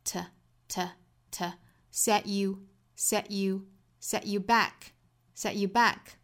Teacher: 中间的 to 和后面的 you 都要做弱读